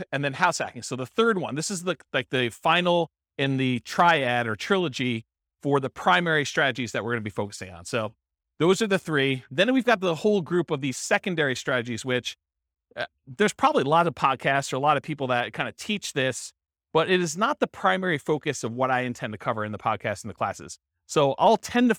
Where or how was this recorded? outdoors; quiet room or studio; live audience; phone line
live audience